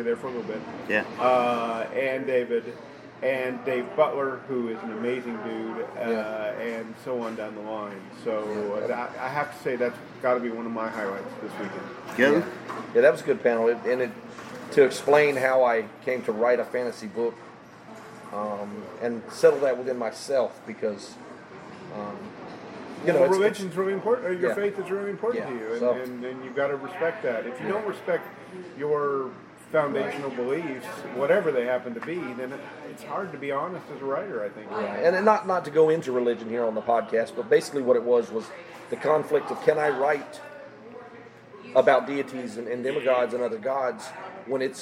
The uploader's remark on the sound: The guys check in from FantaSci 2021